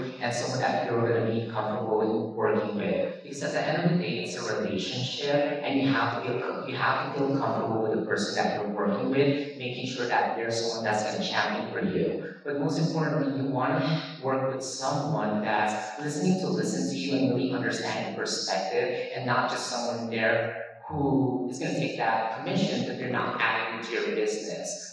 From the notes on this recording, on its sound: A panel recorded exclusively from Vidcon 2022.